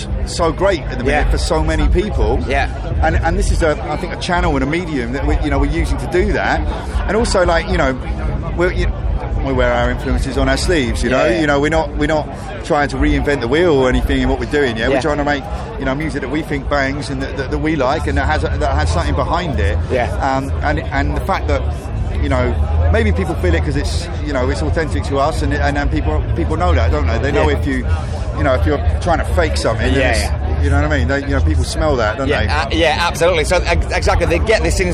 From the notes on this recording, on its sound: after their set on the Sophie Stage at this years Bloodstock Festival 2022